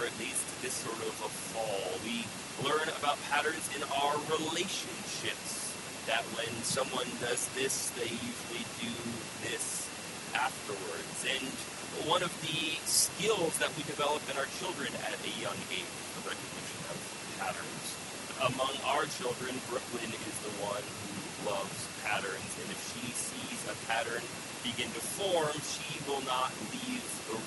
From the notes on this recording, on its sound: We apologize for the poor sound quality, we had lots of technical issues Sunday.